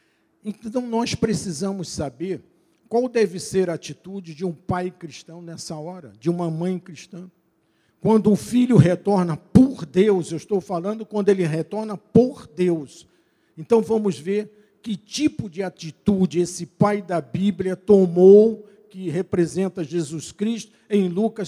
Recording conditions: large echoing room